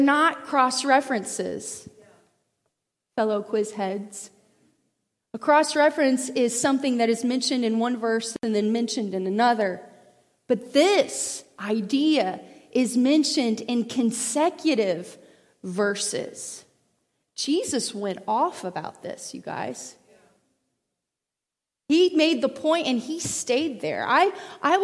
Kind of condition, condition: setting, large echoing room